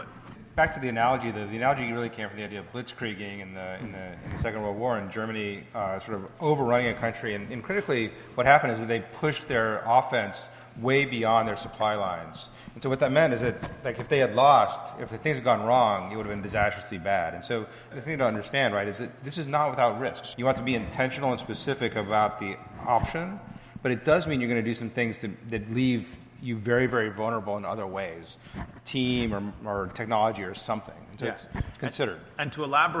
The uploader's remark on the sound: This Greymatter episode is a fireside chat that took place at Greyscale, an event for tech founders hosted by Greylock Partners.